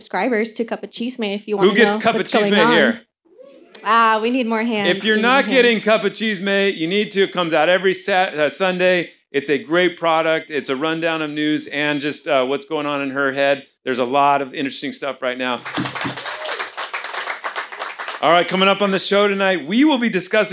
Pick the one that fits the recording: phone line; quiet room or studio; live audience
live audience